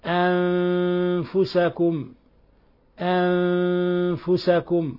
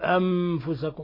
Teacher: نون الساكنة جاء بعدها حرف الفاء في نفس الكلمة الحكم التجويدي تخفى النون الساكنة في الفاء لأن الفاء من حروف الإخفاء الحقيقي · Shown in: first take · فنلفظ بها هكذا أنفسكم أنفسكم ولا نقول أم بعض الناس يقلبها